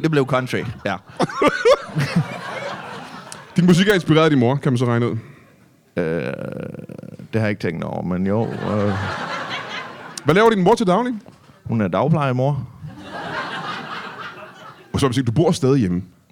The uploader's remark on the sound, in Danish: LIVE fra Hvedstrup